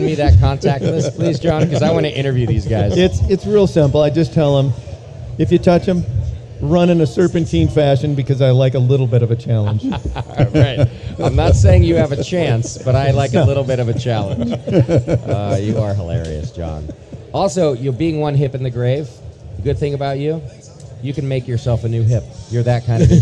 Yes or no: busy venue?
yes